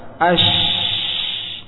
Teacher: makhrajnya ketika dihentikan adalah tengah lidah dengan langit atas